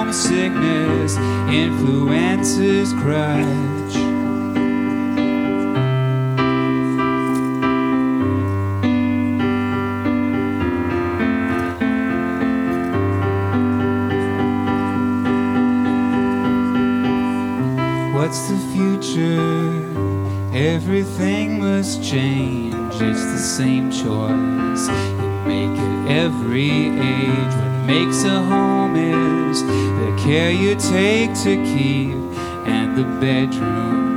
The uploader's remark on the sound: Recorded live at Late at the Lake, at Mozart's Coffee Roasters in Austin, Texas on Tuesday, June 13th, 2023, outdoors on our main stage.